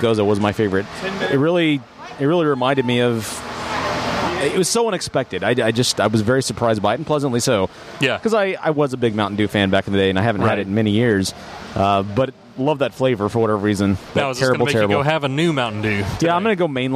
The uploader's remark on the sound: Dallas Brew Bus: Division Brewing, Collective Brewing Project & Community Beer Co. We're back on the Dallas Brew Bus. We visit Division Brewing in Arlington, Collective Brewing Project in Ft. Worth and Community Beer Company in Dallas.